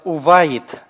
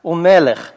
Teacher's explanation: И поскольку «бгаткфат» оказывается после гласного, то «бгаткфат» теряет слабый дагеш, будет щелевое произношение